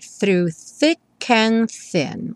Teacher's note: O through, o thick e o thin, com th, linguinha lá na ponta dos dentes da frente